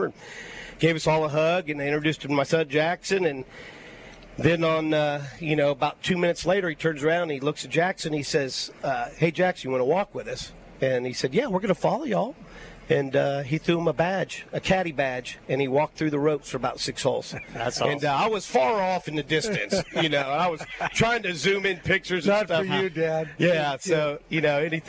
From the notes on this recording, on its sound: LIVE at Terry Thompson Chevrolet!